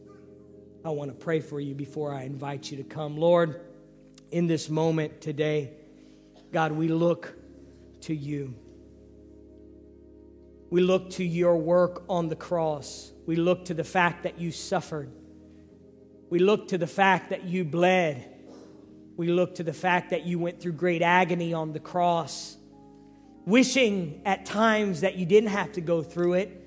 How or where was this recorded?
large echoing room